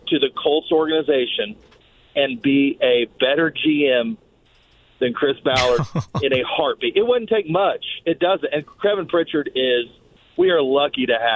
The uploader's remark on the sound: They receive a call from a listener. We go back to the phone lines with a caller.